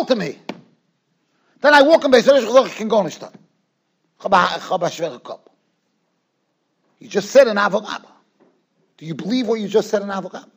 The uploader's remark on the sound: Shiur recorded in Yeshivas Ohr Reuven, Monsey NY.